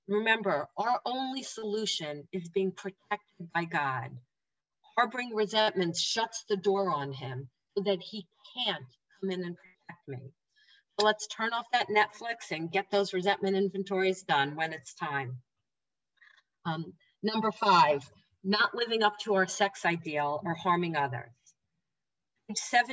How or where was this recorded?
video call